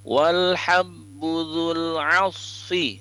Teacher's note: sad sukun itu dilafazkan tebal